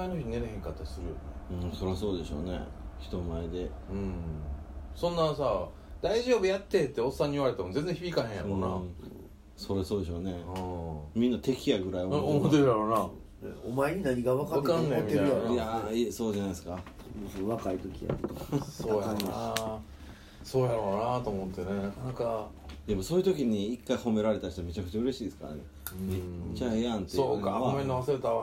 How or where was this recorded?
busy venue